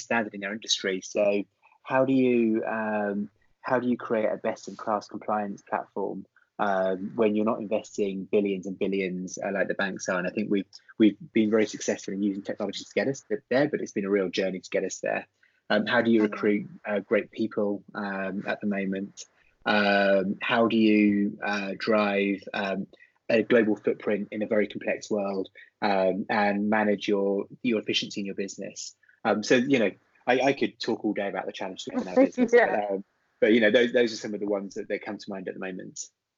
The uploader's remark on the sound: is joined on Skype